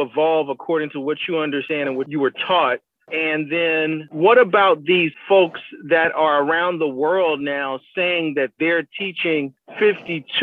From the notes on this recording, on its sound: speaks by phone